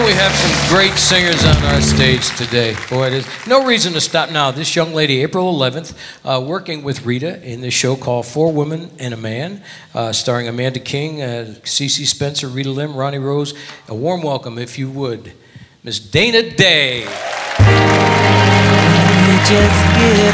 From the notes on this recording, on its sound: Live at the SouthPoint Casino